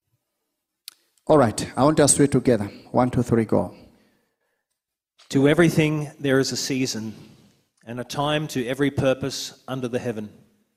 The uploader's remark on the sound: This teaching was extracted from our Live Church Service